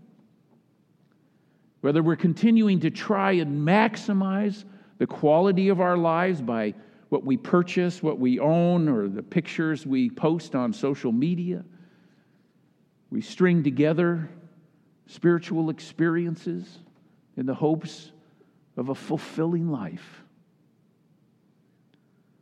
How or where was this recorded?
large echoing room